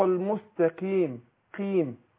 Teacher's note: يبقى القاف خدت ادنى درجات تفخيم